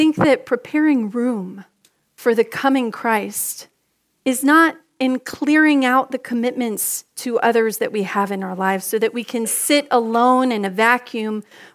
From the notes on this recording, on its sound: Message delivered during the 6PM Contemporary Christmas Eve Service.